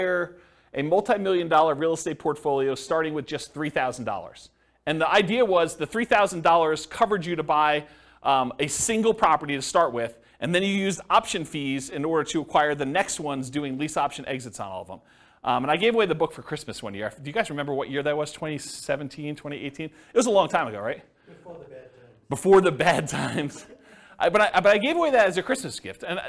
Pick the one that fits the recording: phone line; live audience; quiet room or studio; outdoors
live audience